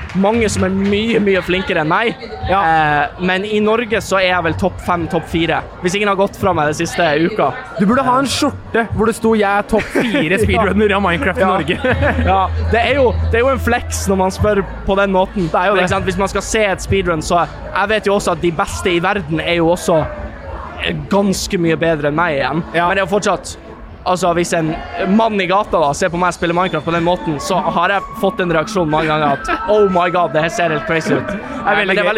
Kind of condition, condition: setting, busy venue